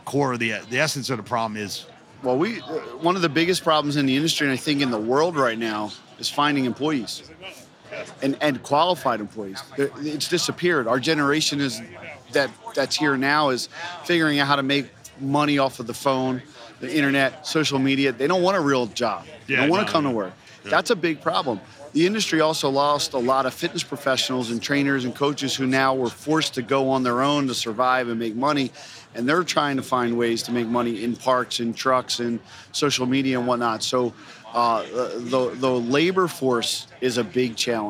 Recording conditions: busy venue